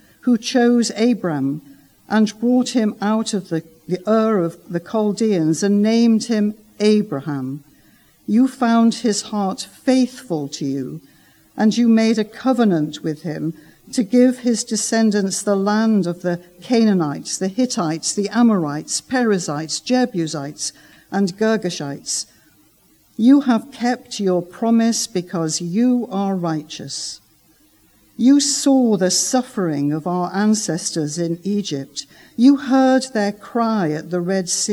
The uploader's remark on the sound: Recorded Live stream Sermon from Binscombe Church (BWS).